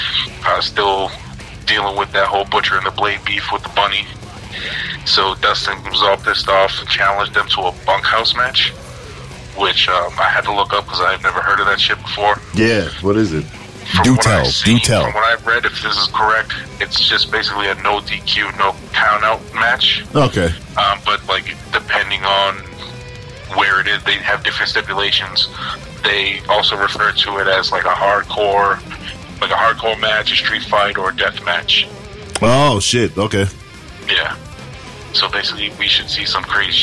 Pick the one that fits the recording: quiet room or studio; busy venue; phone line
phone line